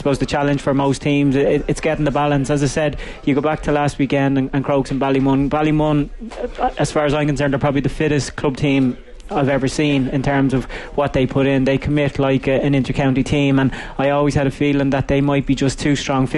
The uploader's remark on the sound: The Panel was broadcast live from the 24th Annual Comortas Peile.